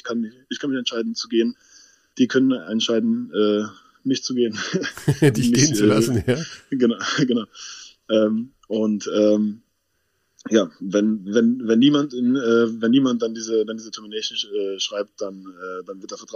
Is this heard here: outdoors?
no